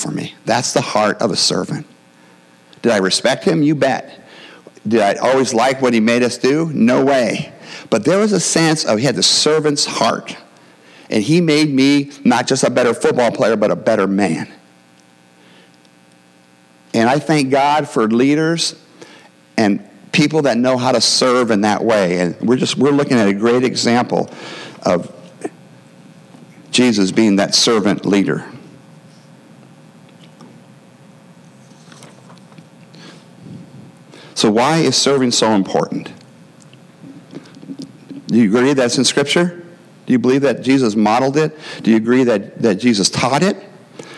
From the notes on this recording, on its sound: the gospel preached at our church on Sunday